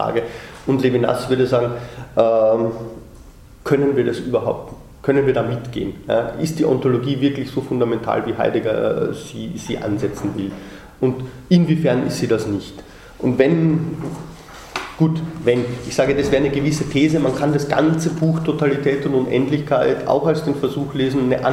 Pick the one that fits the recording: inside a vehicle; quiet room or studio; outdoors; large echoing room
large echoing room